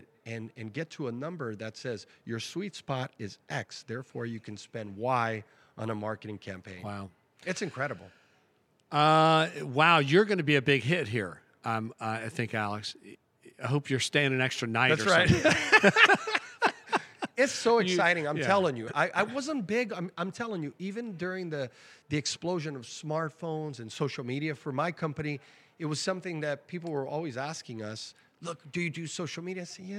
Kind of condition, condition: setting, busy venue